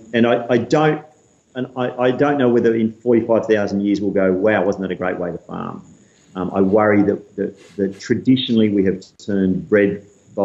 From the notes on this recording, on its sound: Skype interview